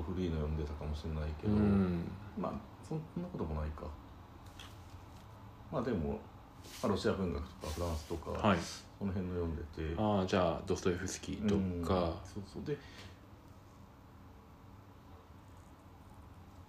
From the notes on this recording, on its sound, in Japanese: 外では3月の小雨が降る中収録した。